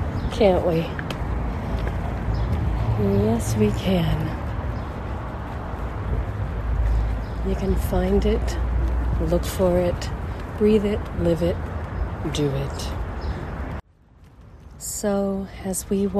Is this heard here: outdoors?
yes